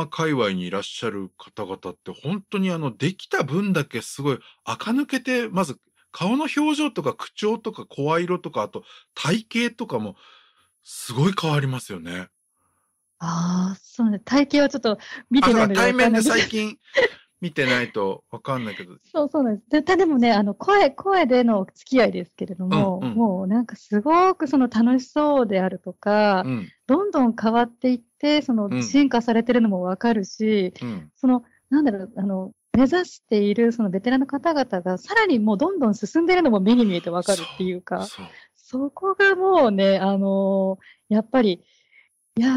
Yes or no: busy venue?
no